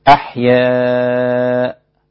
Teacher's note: هذا المد أربع حركات لا يقل عن أربع حركات عند كل القراء العشرة · Term: مد واجب متصل